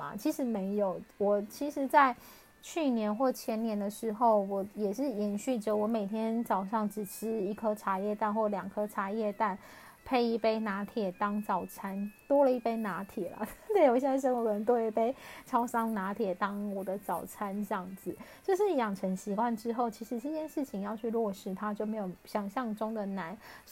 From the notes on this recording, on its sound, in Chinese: 這一集換了錄音方式，所以有些沙沙的聲音